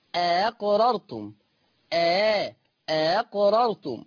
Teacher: ورش عن نافع يقرا الهمزه الثانيه بالتسهيل